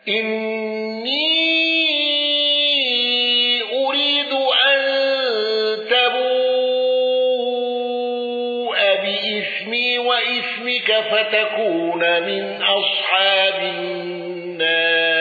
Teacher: الرملي عن ابن ذكوان بالسكت على المفصول والإمالة: إني أريد أن تبوء بإثمي وإثمك فتكون من أصحاب النار.